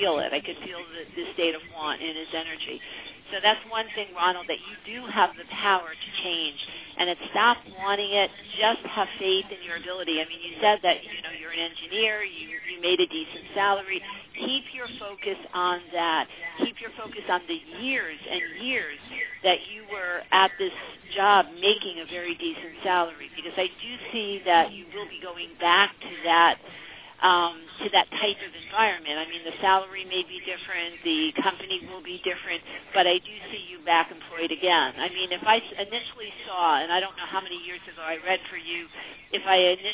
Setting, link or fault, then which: link, phone line